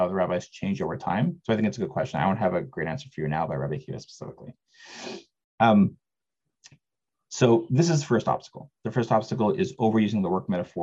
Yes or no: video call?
yes